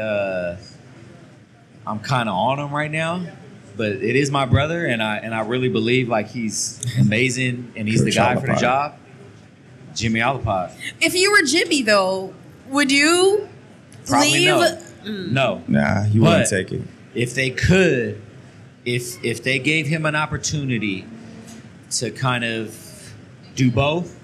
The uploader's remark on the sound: LIVE in Manila. Our first ever LIVE event!